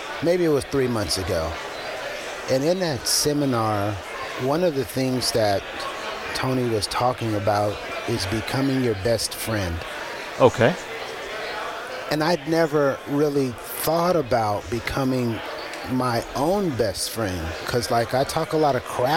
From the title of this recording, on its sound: LIVE! at CISO XC